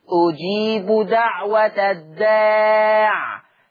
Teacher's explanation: وقفا لما هيقف ورش على الداع بسكون العين